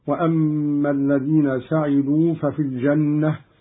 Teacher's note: قرأ قالون بفتح السين بالبناء للمعلوم